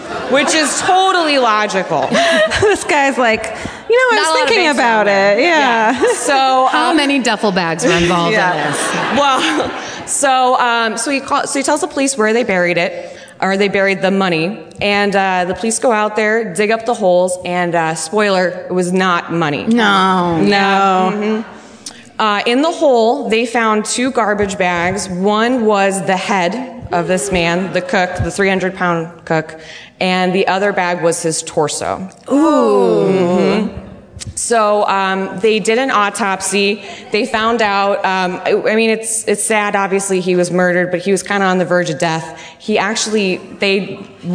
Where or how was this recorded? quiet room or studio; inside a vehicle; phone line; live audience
live audience